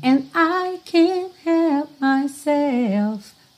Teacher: você não está ouvindo esse D, esse T ali bem marcadinho, ok? Eles só fecham mesmo.